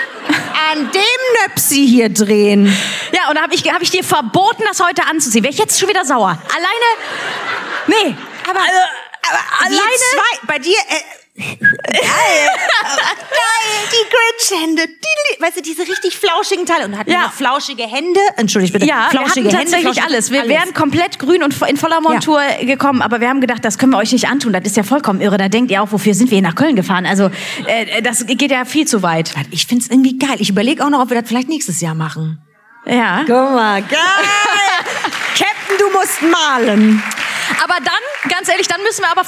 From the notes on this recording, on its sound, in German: Live aufgenommen kurz vorm großen Fest in Köln - mit Publikum, Video und literweise Nuts & Nougat!